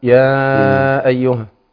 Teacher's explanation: أحيانا القارئ ممكن يعمل غنة في المد بالألف، أحيانا يقول مثلا يا أيها فيضع غنة.